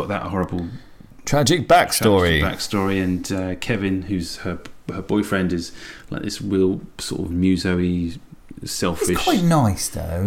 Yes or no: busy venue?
no